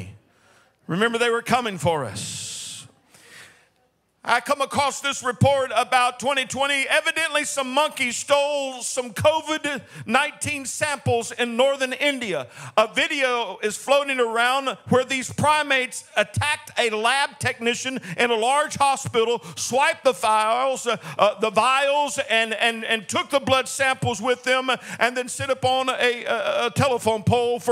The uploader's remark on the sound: This message was delivered in the Sunday am service